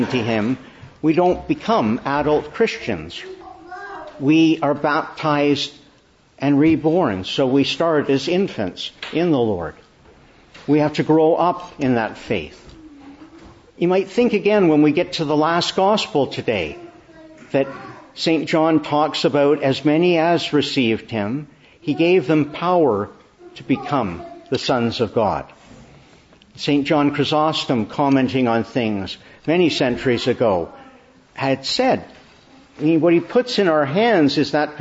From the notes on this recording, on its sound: May 14, 2023 Morning Service. Preached in the Annunciation of the Blessed Virgin Mary, Ottawa.